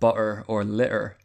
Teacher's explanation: you might hear the glottal stop used, you know, just like in Cockney accents from London, in words like butter and litter, which are sometimes pronounced like butter or litter.